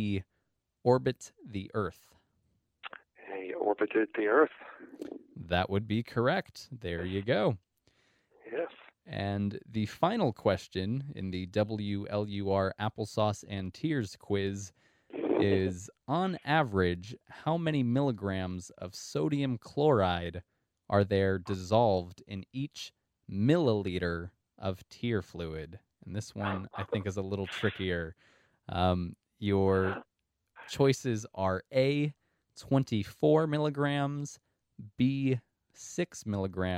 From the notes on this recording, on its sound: speaks on the phone